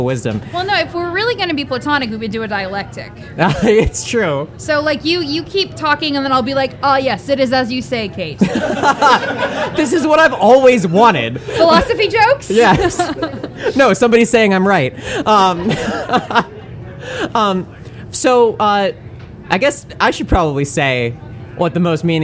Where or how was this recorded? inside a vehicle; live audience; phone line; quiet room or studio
live audience